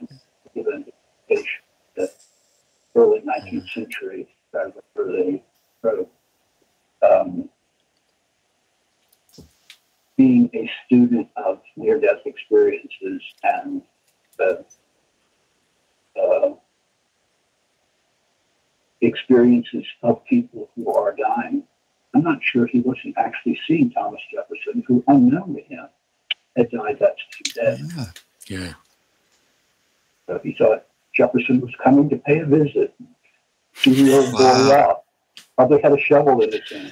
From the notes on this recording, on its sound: After the technical difficulties we experienced during the recording of this interview we have completely overhauled our recording software.